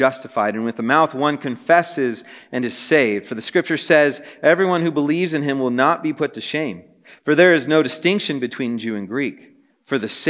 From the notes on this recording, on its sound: This message was preached on January 25, 2024 at a Thursday Night Gathering of Coram Deo College Ministry.